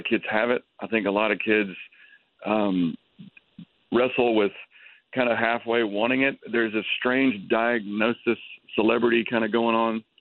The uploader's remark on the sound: on the Batphone!